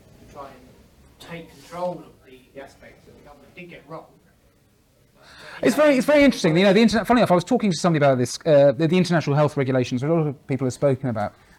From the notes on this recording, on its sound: In front of an audience of SDP members in London.